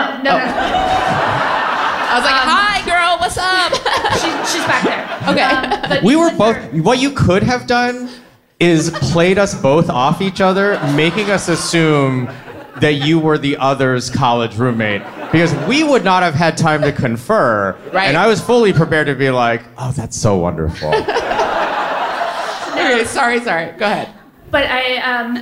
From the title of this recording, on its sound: Live from Brooklyn, NY